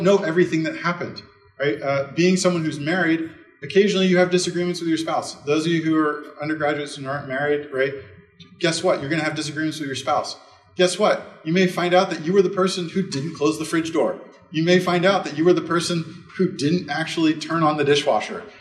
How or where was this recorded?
large echoing room